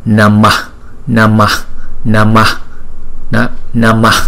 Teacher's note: Thành thử ra chúng ta đọc là Namaha. Nhưng mà cái chữ A ngoài sau mà chúng ta choàng ra đó, đọc rất nhẹ